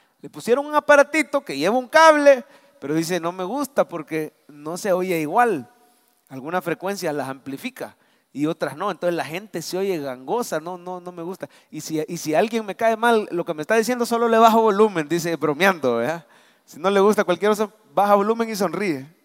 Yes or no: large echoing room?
yes